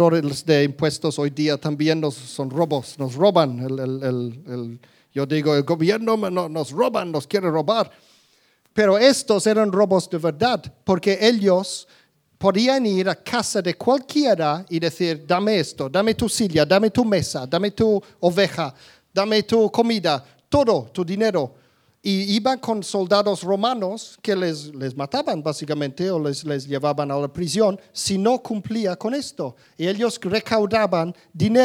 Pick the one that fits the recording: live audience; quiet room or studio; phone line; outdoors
live audience